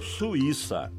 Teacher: No caso de Suíça, estamos falando de hiato, U, I, pronunciado separadamente. E por isso o I, que nesse caso é tônico, leva acento.